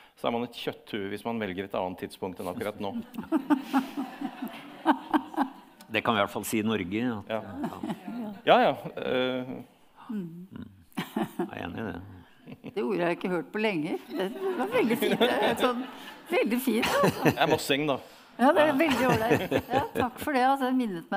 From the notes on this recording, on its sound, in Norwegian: Panelsamtalen som ble arrangert på Litteraturhuset i Oslo.